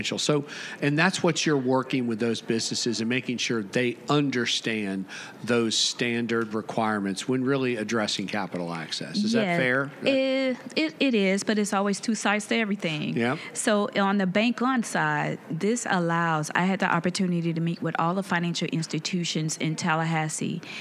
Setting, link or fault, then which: setting, busy venue